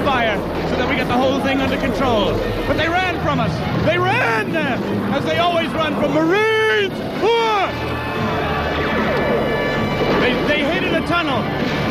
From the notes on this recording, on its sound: Live At The Bayou